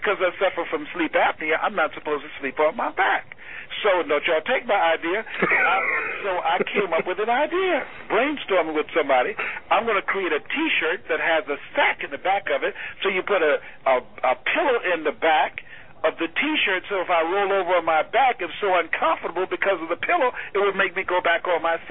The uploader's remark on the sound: teleconference phone conversation